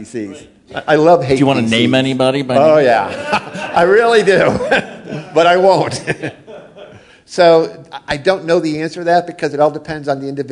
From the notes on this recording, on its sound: Startup Grind Columbus. This is the audio recording from the live event.